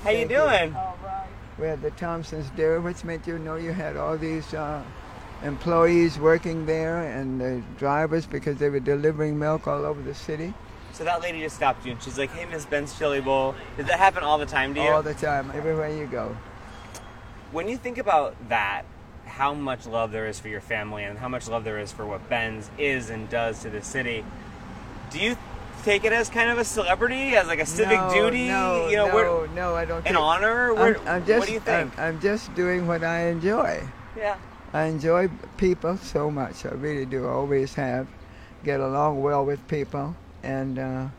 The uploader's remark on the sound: We recorded our mile long conversation along DC’s U Street Corridor, historically known as Black Broadway.